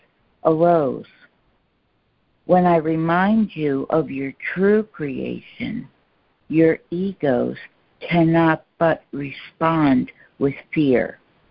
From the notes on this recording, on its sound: ACIM Daily Conference Call